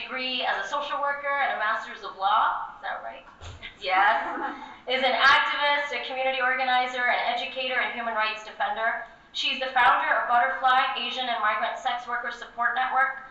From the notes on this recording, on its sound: session recorded at Socialism 2022